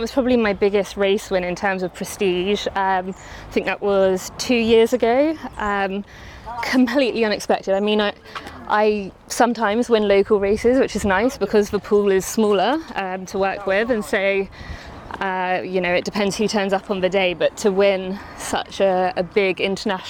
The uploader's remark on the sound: Walking along the coastal path at Herne Bay in Kent. Recorded in Herne Bay, Kent August 2023.